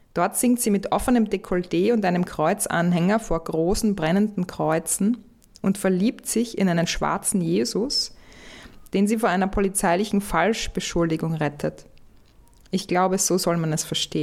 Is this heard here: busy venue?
no